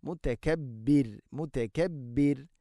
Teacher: റാഇനെ തർഖീഖ് ചെയ്യണം, നേർപ്പിച്ചുകൊണ്ട് ഉച്ചരിക്കണം.